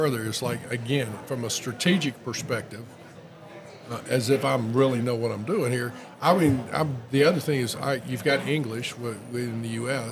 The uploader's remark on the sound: During a recent trade conference, we had the pleasure of recording an insightful conversation